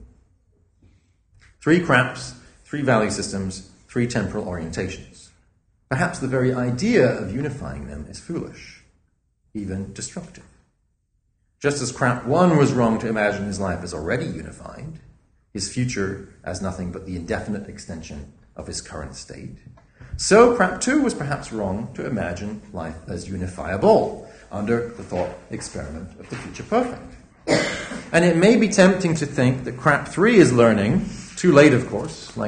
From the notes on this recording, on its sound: A public lecture. Organised by the Institute of Philosophy.